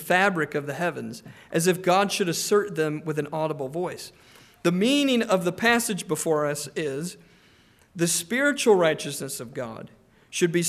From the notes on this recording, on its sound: Preached on July 9, 2023 (evening) at Trinity Presbyterian Church ( Evangel Presbytery ) in Spartanburg, SC.